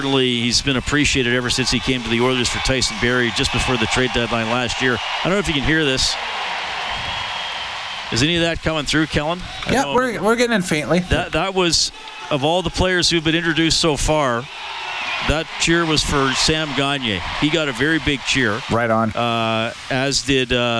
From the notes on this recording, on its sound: Live from the Oilers Superskills at Rogers Place.